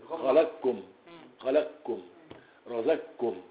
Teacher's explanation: فأفنى القاف في الكاف تماما · Term: ادغام